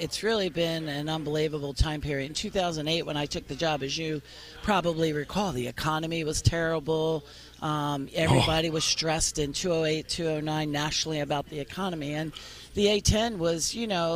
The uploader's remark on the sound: record live at the Henrico Sports & Events Center